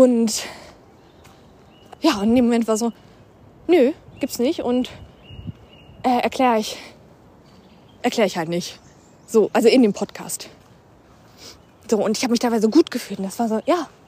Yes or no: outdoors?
yes